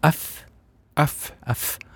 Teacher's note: så har jeg tennene her i overkjeven mot underleppa